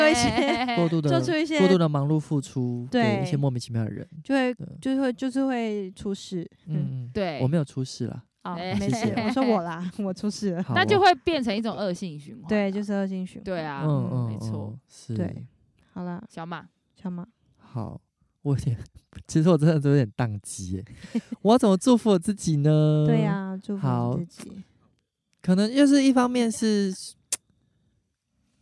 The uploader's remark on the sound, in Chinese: 我們在露營區升營火錄音。